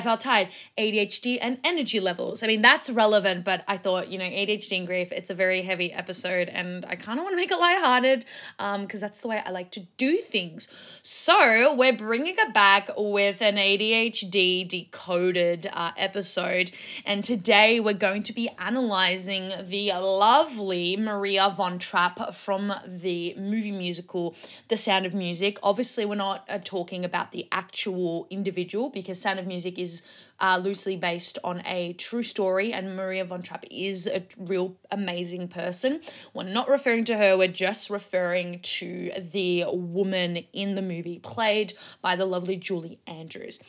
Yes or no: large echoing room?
no